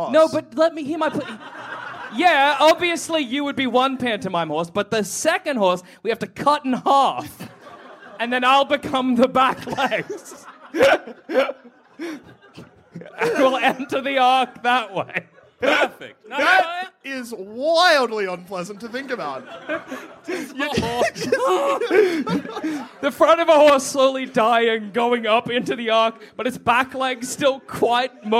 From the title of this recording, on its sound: Live from MICF